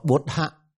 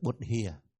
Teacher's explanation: Đọc bốt hạ âm A họ sẽ đọc là âm I